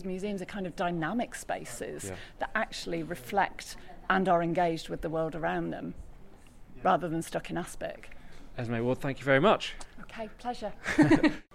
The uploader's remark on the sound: Live from Manchester Museum